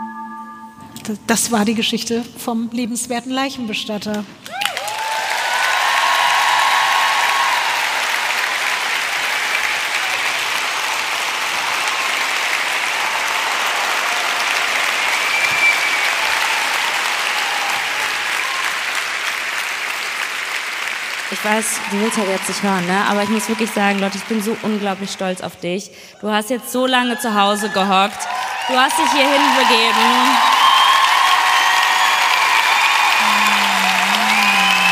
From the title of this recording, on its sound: LIVE in Stuttgart